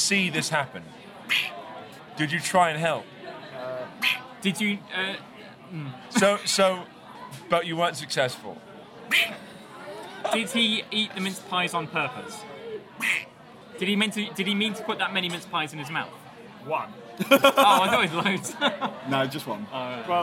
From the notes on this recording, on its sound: For some reason they recorded this one in a noisy Wetherspoons at St Pancras after doing a real escape room and having lots of beers.